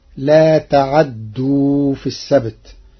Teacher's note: قرأ ورش كلمة لا تعدوا بتحريك العين مفتوحة وتشديد الدال فتصير لا تعدوا في السبت، وأصله تعتدوا.